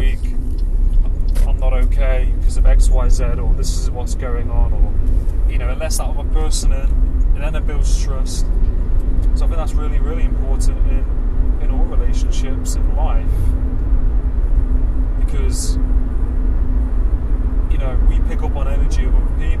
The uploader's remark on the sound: I recorded this via Bluetooth earphones while driving. You will hear the engine sounds, and car/traffic sounds.